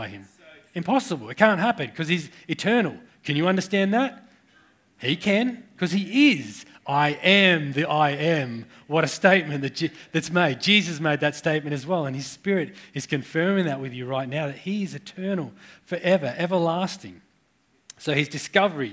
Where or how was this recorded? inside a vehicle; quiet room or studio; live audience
live audience